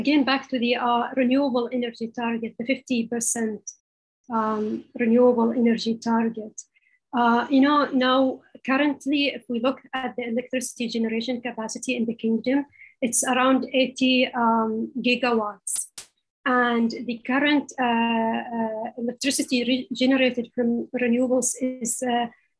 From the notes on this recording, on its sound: This public talk was conducted online via Zoom